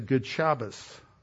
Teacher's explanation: T is pronounced like an S